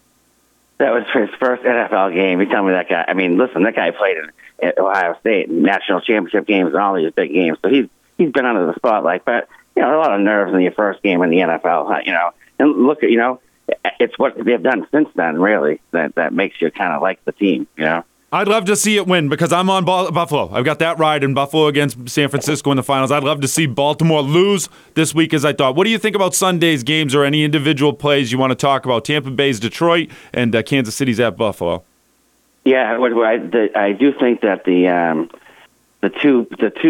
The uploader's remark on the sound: Our resident Sports Talk Caller Experts fill the phone lines today. We have our expert hockey caller.